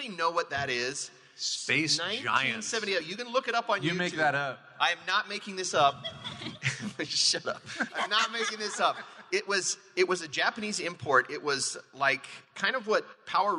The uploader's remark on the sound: Fan Effect at FanX 2022 (Live). This is a live recording for KSL Podcasts’ Fan Effect. The live recording of the FanX 2022 Salt Lake Comic Convention event.